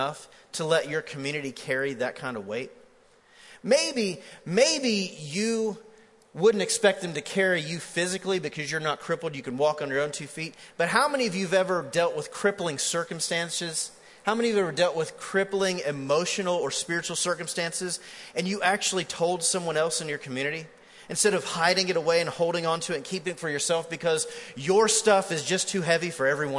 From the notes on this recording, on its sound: MJ campus. Recorded live at The Fellowship at Mt Juliet.